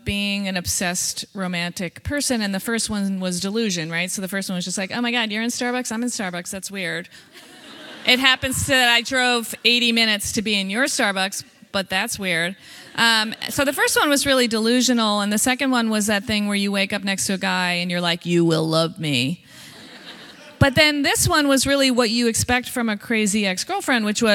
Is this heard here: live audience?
yes